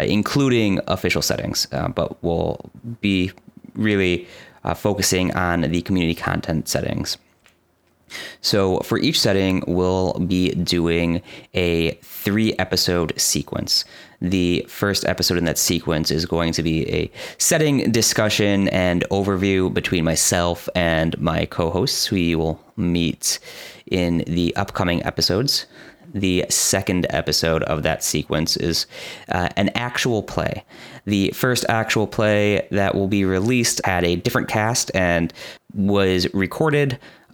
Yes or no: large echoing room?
no